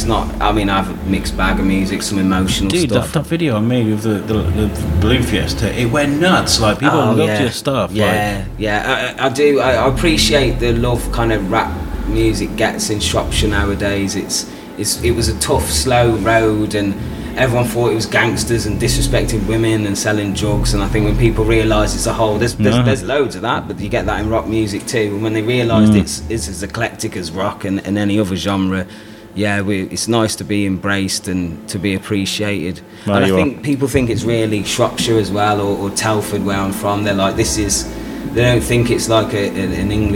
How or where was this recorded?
busy venue